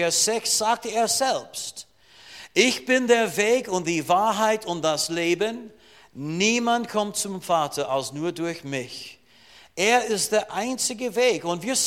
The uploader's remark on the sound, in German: Diese Botschaft wurde in der Freien Christengemeinde Rohrbach aufgenommen.